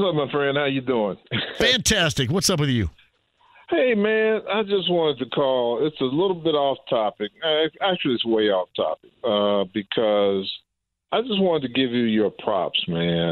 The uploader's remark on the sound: Fans submit questions and comments online! Opens the phone lines to take some calls. The first hour wraps up with some question and comments from listeners online and through the phones! He also takes some calls from listeners!